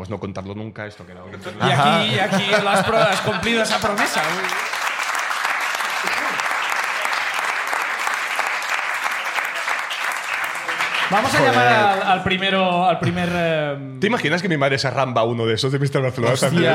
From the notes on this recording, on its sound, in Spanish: El público de La Llama